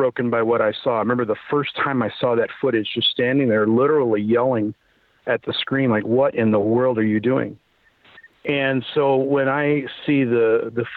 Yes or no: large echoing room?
no